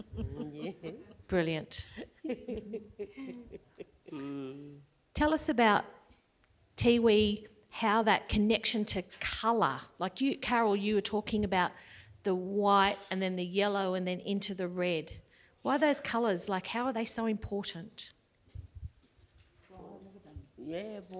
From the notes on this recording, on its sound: Recorded before a live audience at the Art Gallery of South Australia on Sunday 17 October 2021, during the opening weekend of Tarnanthi 2021.